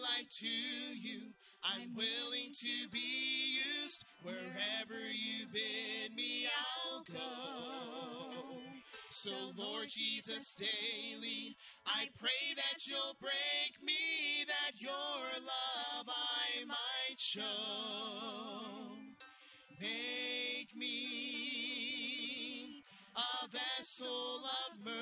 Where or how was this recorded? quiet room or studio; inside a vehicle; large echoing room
large echoing room